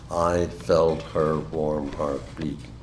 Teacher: the sequence of six stressed syllables, "I felt her warm heart beat." The effect of uttering these six words is to make you feel each individual beat of the warm heart.